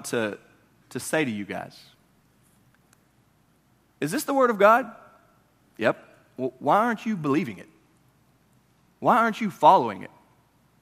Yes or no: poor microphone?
no